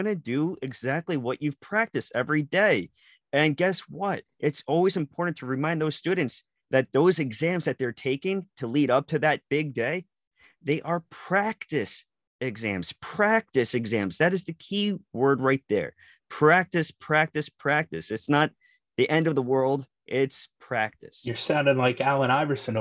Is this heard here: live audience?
no